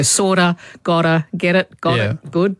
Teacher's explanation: It's sometimes called flapping or tapping, and it happens whenever a T is flanked by vowel sounds. So sorta, gotta, get it, got it, good.